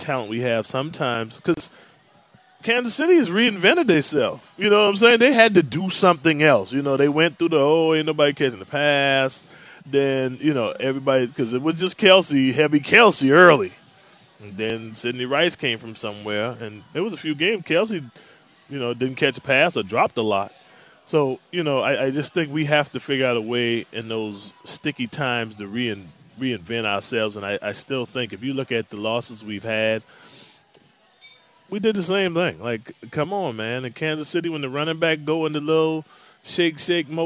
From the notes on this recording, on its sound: live at Twin Peaks